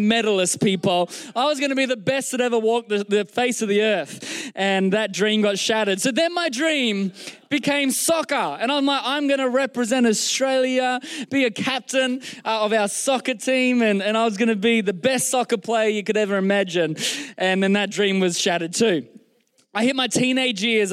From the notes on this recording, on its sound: Recorded during our Melbourne East service on Sunday, the 28th of January 2024